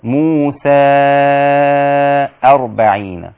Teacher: وإذ واعدنا موسى وإذ واعدنا موسى أربعين ليلة موسى أربعين أربع يعني حركات. موسى لوحدها تاخد أربع حركات · Term: منفصل